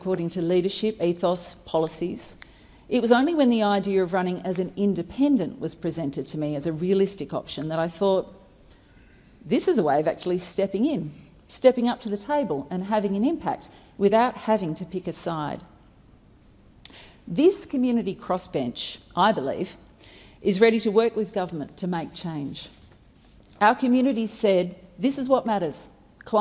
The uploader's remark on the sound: Recording took place in the House of Representatives.